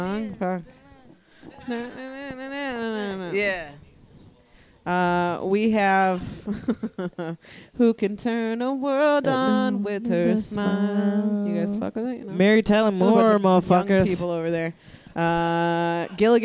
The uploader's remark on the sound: Live at Jo's